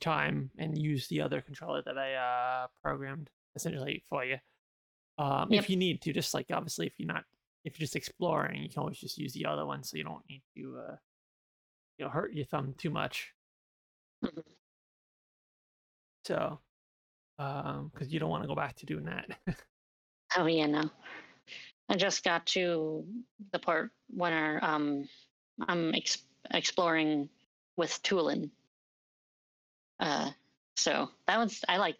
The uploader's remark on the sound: Audio is getting gradually better as we get used to everything